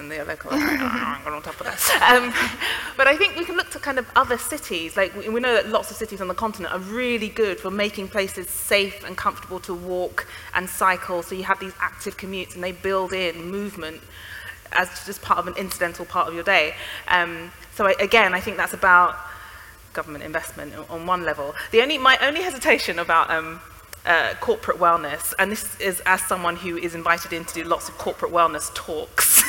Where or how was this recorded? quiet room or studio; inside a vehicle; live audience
live audience